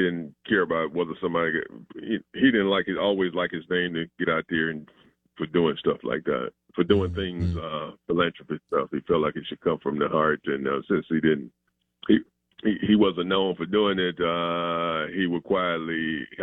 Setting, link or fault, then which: link, phone line